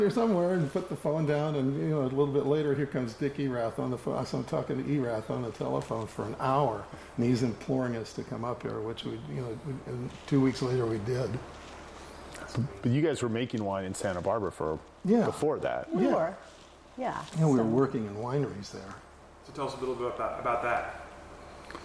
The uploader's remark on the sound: This video contains a bit of static audio.